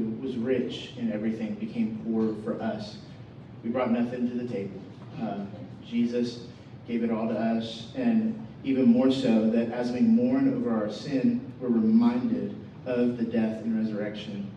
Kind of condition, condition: fault, poor sound quality